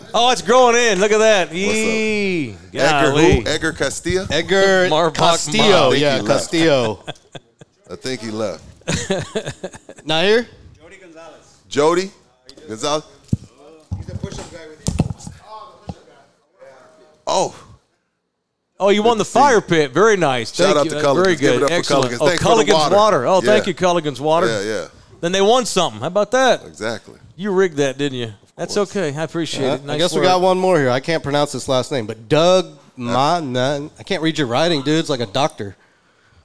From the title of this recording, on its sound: Live at Texas Cheer Liquor